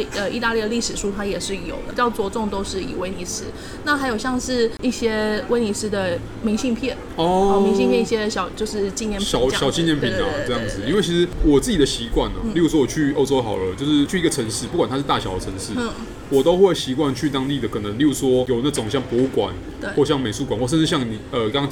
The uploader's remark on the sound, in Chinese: 本集白噪音指數：蚊風級 1/5。錄音地點： Parko Parco 的室外用餐區。